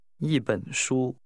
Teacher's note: The measure word 本 is pronounced with a falling, rising tone.